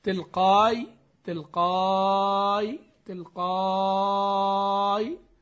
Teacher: وفيها إبدال الهمزة ياء